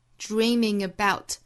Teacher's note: About 尾部的 t 的音略掉